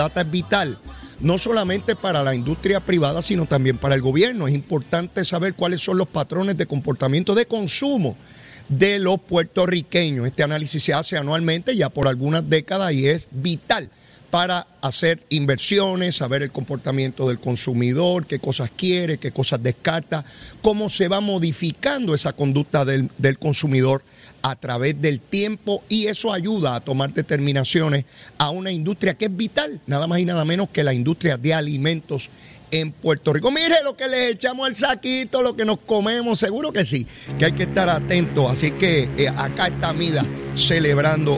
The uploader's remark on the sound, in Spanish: 93.7 Z 93 Puerto Rico. Desde Centro De Convenciones.